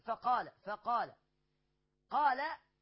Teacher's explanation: قال مد طبيعي وصلا ووقفا، والقاف مفخمة واللام مرققة